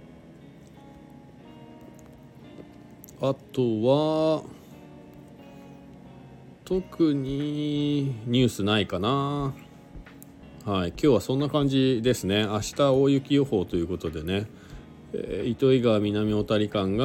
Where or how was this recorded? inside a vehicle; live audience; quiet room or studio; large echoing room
inside a vehicle